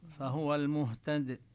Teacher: الدال إذا وقفنا تسكن الدال، فحكمها أنها تقلقل، نظهر لها نبرة